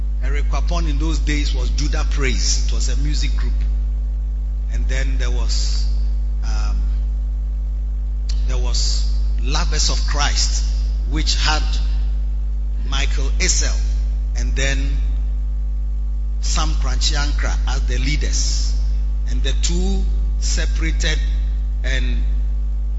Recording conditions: large echoing room